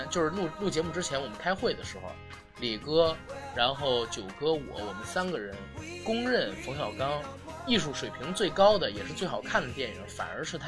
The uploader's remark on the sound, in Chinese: 节目剪辑本次不是主播团队，大致背景音乐较大。